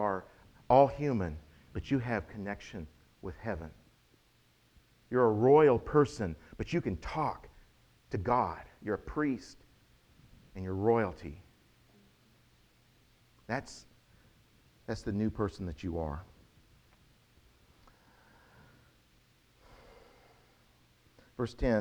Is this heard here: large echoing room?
yes